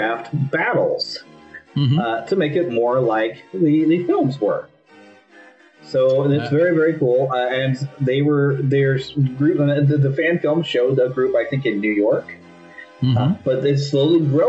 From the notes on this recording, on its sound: We’ve had some technical problems this week, but it hasn’t stopped us from bringing you some great content from Planet Comicon!